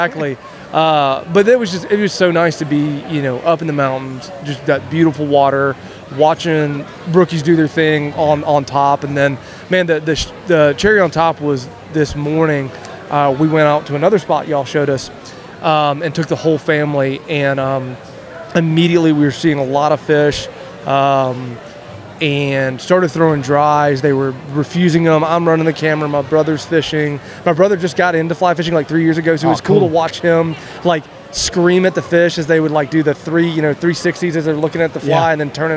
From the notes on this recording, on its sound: This episode comes from a special live event, the Fly Fishing Film Tour Southern Loop stop at Oskar Blues Brewing in Brevard, NC.